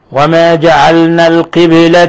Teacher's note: باء ساكنة تقلقل في لفظ القبلة